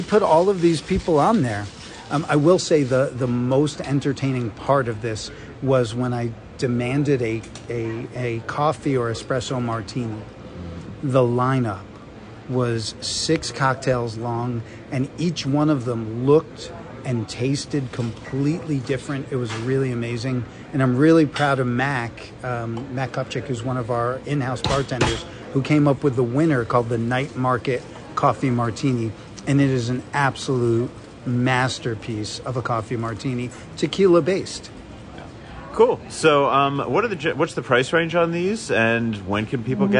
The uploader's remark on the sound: Live (on tape (well, on digits)) from Ada's Food and Wine